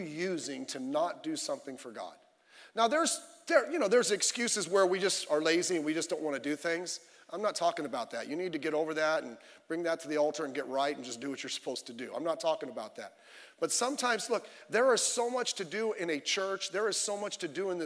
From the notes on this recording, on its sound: Sunday Evening Service